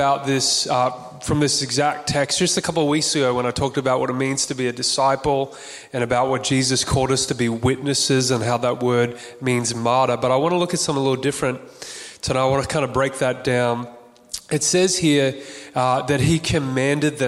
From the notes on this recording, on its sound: Recorded on June 5th 2022 at our Cafe Church style Sunday Service in Burleigh Waters Community Centre on the Gold Coast.